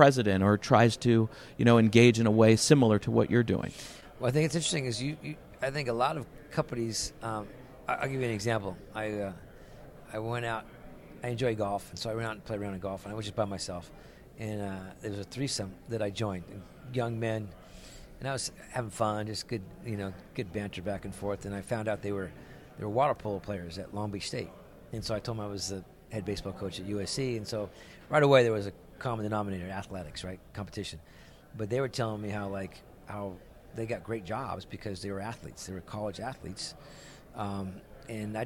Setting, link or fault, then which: setting, busy venue